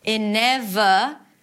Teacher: That's a flap T, so it sounds like a D.